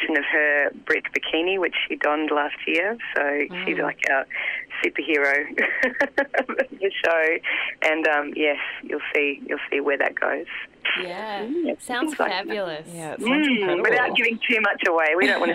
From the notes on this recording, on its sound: Joined on the phone.